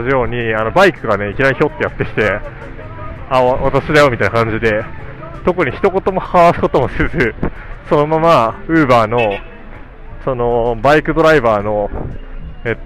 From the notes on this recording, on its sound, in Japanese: カイロの街を歩きながら。